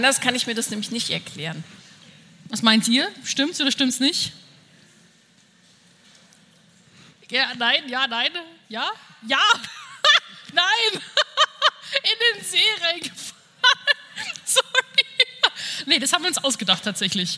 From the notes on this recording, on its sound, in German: Herzlich Willkommen zu der ersten Live-on-Stage Folge von „4 Brüste für ein Halleluja“! Waren zu Gast auf einer Live-Podcast Bühne und für all diejenigen die nicht in Berlin dabei waren, haben wir natürlich die Live-Session für Euch aufgenommen.